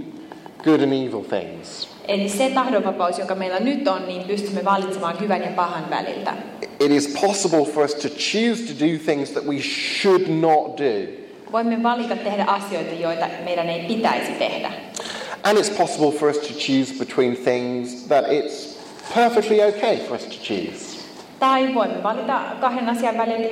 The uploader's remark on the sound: First of two Q&A sessions on the problem of evil from a conference on the subject held in Finland, April 11th 2015.